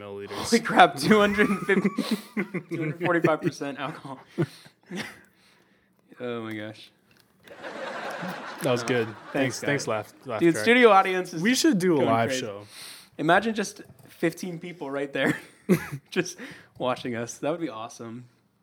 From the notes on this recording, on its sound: their live studio audience loves it